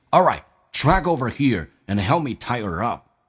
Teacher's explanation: Tie somebodyup， tie 指的是绑的意思， tie up 指的是绑起来， tie her up 这个呢 H 音没有发音